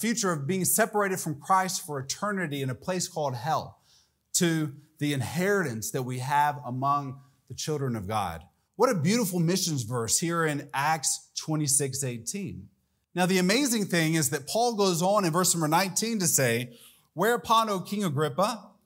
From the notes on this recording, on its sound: This message was delivered during Missions Month on October 1, 2023 during the evening service.